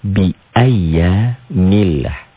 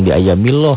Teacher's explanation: Sebelum lapan Allah ada huruf yang berbaris di bawah. Dibaca tipis berbunyi A · Shown in: first take